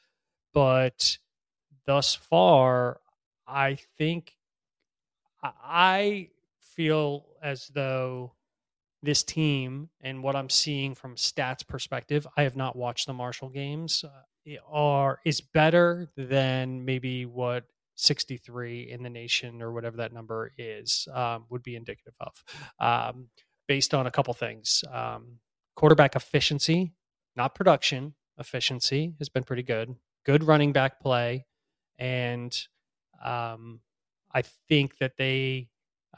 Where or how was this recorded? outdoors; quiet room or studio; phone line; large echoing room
quiet room or studio